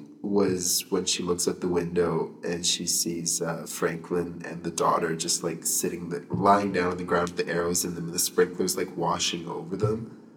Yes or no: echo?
yes